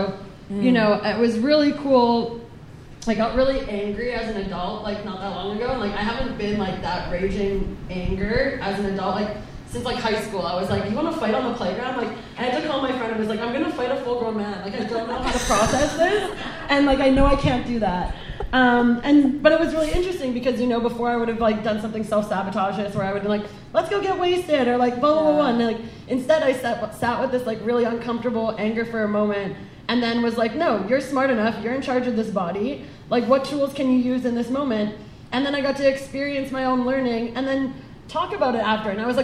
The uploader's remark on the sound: This episode features a fabulous panel of booze free women from our first live podcast event.